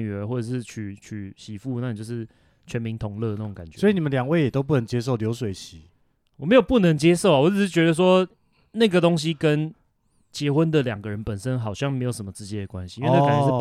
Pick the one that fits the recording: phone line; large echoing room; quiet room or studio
quiet room or studio